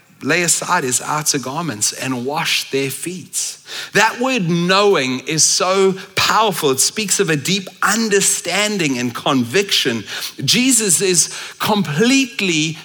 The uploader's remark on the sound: at Common Ground Church Rondebosch on the 3rd of December 2023